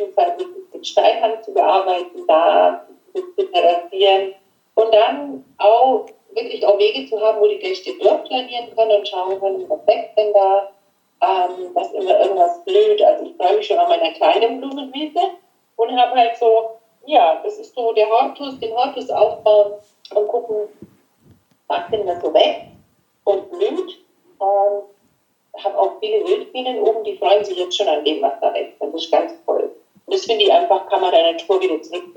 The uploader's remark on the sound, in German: Wegen eines technischen Problems bei der Aufnahme liegt die Audio-Qualität dieser Folge leider etwas unterhalb unseres Standards.